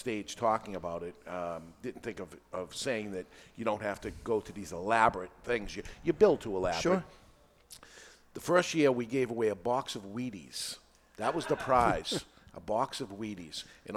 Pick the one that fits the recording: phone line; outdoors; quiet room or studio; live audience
live audience